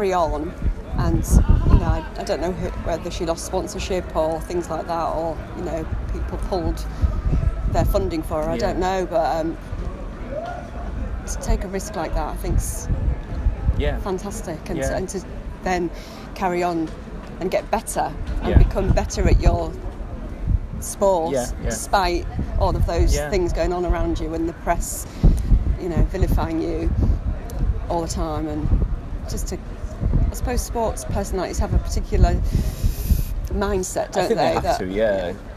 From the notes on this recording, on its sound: This episode was recorded outside so apologies for background noise.